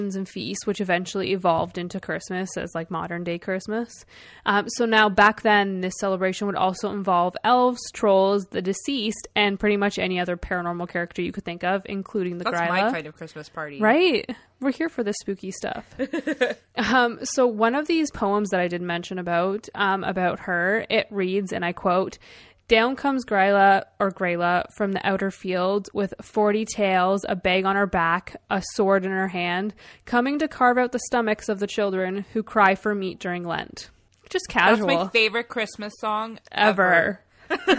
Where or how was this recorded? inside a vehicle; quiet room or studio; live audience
quiet room or studio